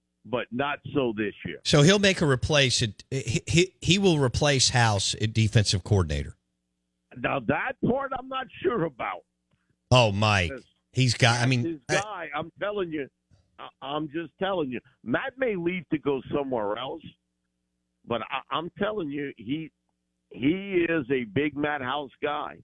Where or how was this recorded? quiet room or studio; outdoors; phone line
phone line